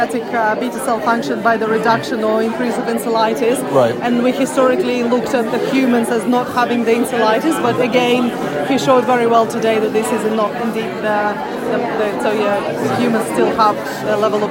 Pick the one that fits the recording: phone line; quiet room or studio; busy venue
busy venue